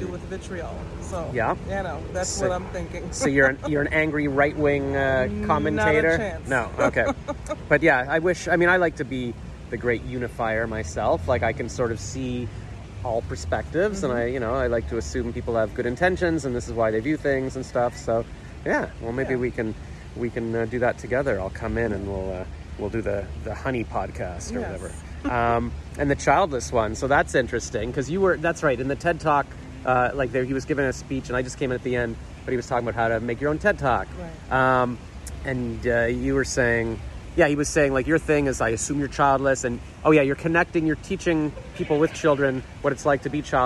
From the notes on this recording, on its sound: Recorded May 27, 2022 at Podfest in Orlando, Florida